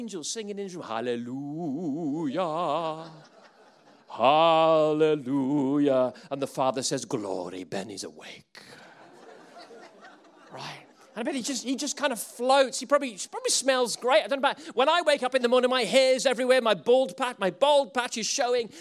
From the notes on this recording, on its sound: Recordings from sessions at the ChristCentral Leadership Weekend 2018